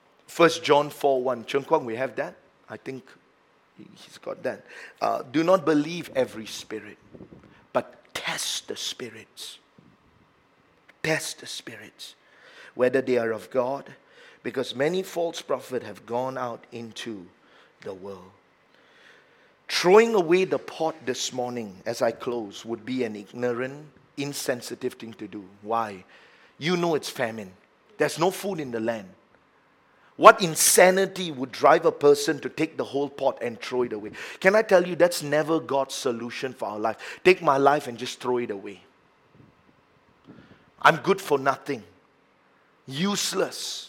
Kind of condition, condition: setting, large echoing room